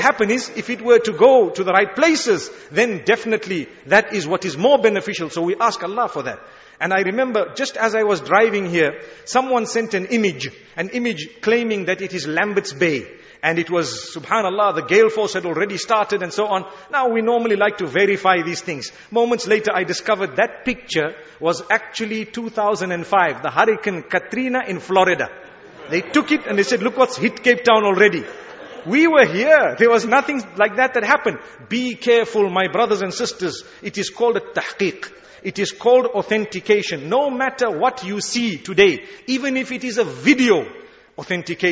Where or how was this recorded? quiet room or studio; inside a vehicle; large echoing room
large echoing room